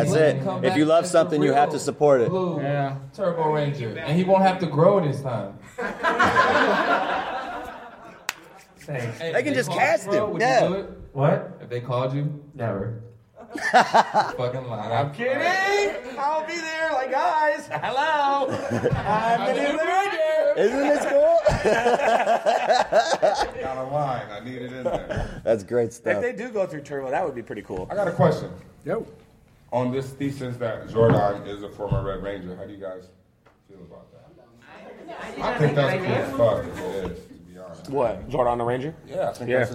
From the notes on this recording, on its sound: Power Rangers Movie Panel Live from 2017 Lexington Comic Con.